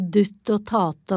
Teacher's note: Språklydene, for eksempel de som sier dutt og tate og erstatter k-en med t.